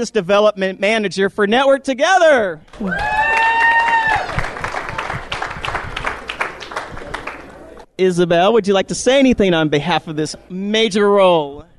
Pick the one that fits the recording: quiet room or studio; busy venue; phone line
busy venue